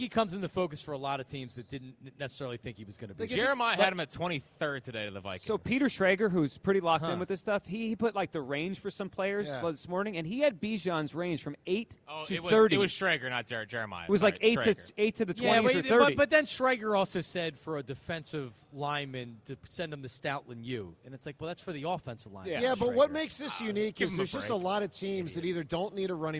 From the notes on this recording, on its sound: broadcast live from the Linc.